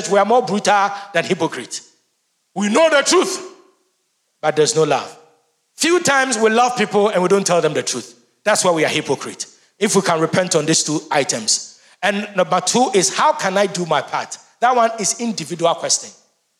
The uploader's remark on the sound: Sermon preached at CBC Shiashie Campus